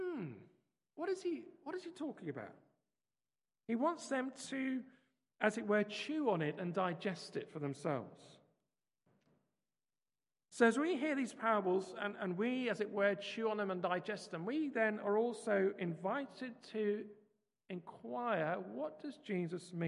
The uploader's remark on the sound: Christ Church, Bayston Hill (UK)